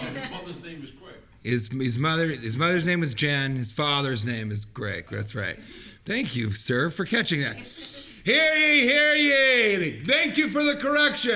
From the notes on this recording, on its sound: Recorded live at West Nyack Levity Live Comedy Club.